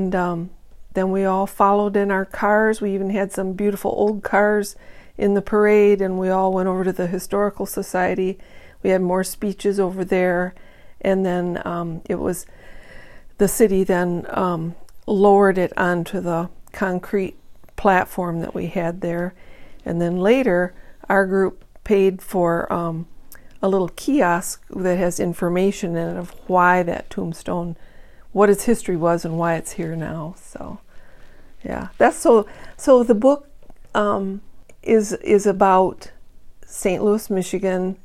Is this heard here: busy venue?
no